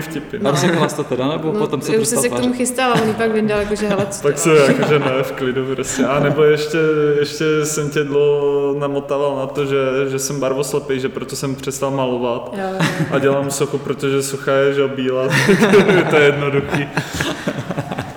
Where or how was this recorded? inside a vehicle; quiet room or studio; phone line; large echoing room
large echoing room